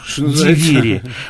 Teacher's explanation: «Двери». То есть вы слышите мягкий «де» перед «в»